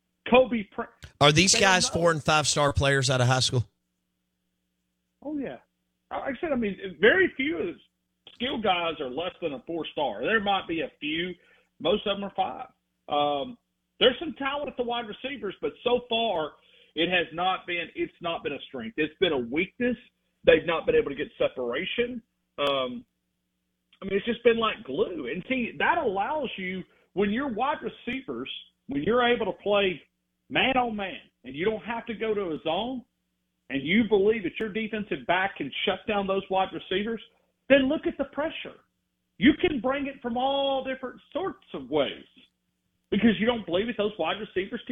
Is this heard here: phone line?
yes